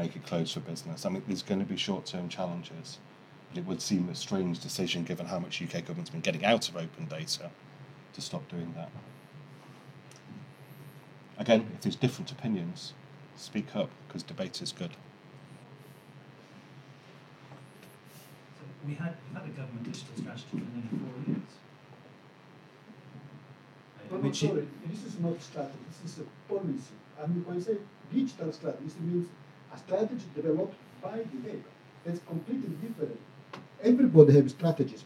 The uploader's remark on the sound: This Friday lunchtime lecture features an impromptu discussion.